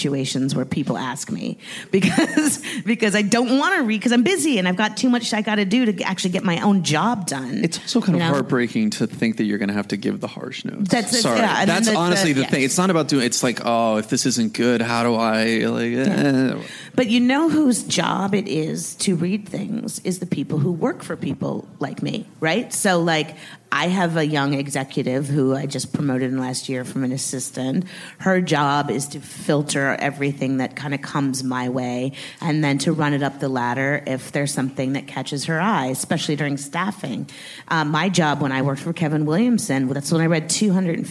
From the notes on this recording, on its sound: Recorded at ATX Television Festival on June 8, 2017.